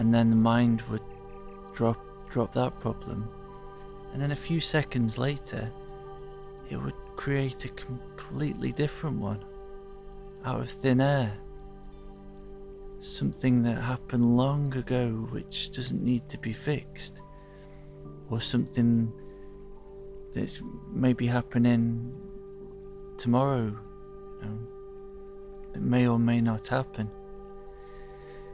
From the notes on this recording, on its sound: Recorded in the heart of the forest, so you will hear birds and the river. Blended with crystal sound healing.